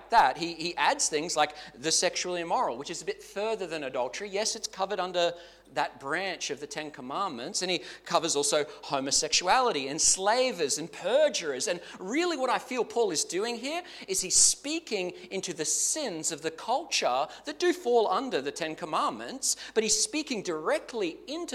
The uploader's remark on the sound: Clarence Valley Community Church. This sermon was preached at both South Grafton and Maclean.